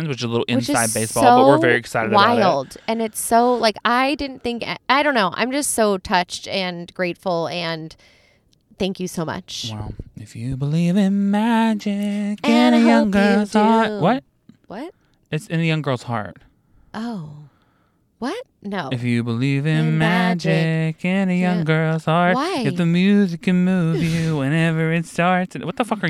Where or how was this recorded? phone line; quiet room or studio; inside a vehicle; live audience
inside a vehicle